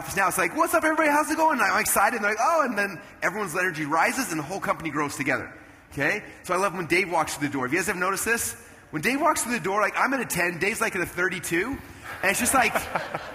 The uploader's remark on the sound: Here is the conclusion of the special conversation I had on stage at a Traffic Secrets event.